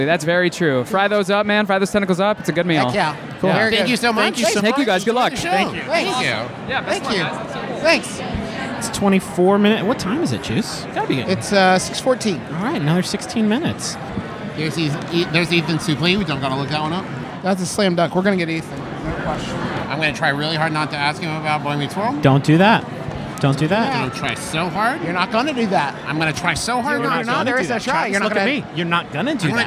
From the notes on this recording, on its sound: record an episode of our podcast from the red carpet event at the Broadway debut